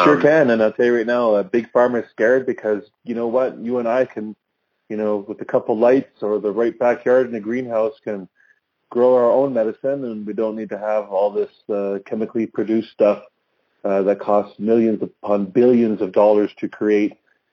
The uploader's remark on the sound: I do quite a few phone interviews with different bands around the country, and I guess in this episode around the world. I decided to compile some of these interviews and release it as a full podcast episode.